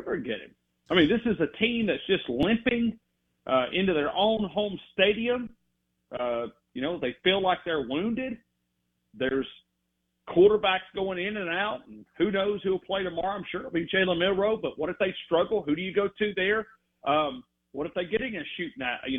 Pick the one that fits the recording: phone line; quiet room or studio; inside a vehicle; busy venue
phone line